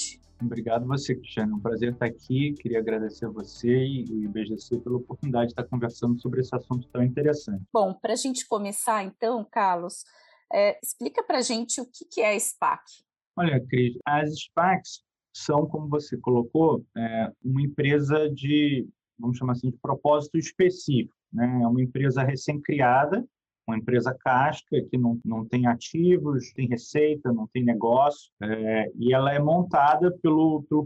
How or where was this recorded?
video call